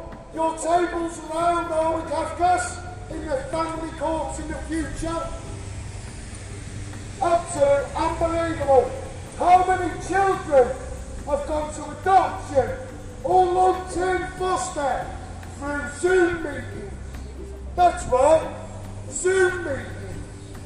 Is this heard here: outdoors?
yes